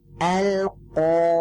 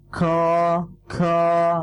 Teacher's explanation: Nah, kalau kita lihat kalau qaf ini dia itu di bagian lunak ya, di bagian lunaknya yang kita angkat. Maka bacanya dengan nempel jahar dia sifatnya ya, jahar. Jelas tidak ada hamasnya. · Shown in: first take